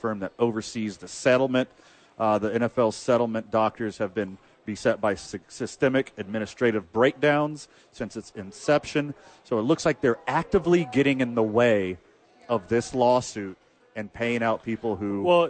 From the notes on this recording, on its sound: live from Sadies on 4th